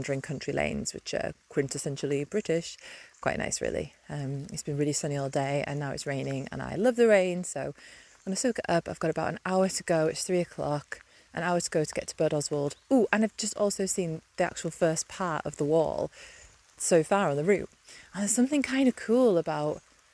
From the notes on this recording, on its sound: a series of voice notes that I recorded whilst walking the 84 mile-long Hadrian’s Wall route, from west to east over 5 days